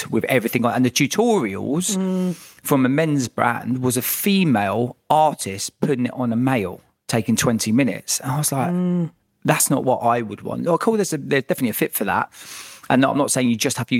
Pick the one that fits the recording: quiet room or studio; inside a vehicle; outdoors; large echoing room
quiet room or studio